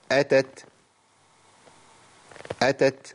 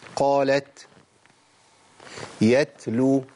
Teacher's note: لابد من بيان همس التاء